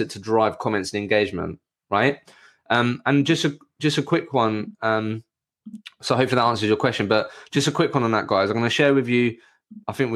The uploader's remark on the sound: This is the audio version of a personal branding webinar that I recently hosted.